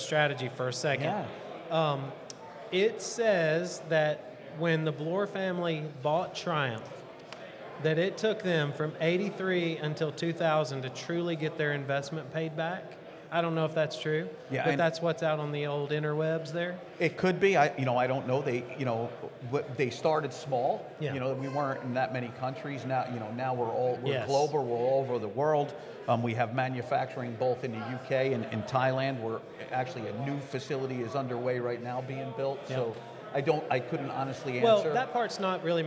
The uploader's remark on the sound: Goes on location to the grand opening of Freehwheeling Powersports. All located in Georgia.